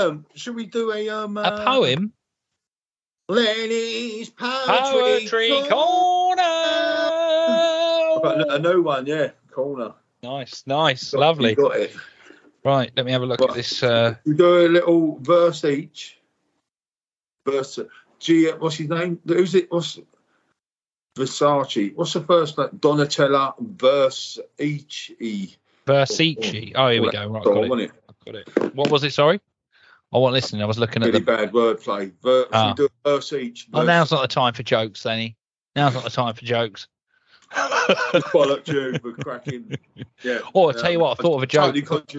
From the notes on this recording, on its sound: Coming to you live from New York and Morocco! Here via skype.